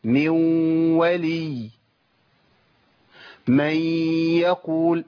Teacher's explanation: واو بس فيها غنه لان الصفه فضلت موجوده بتاعت الغنه بس مع الواو. · Term: ادغام ناقص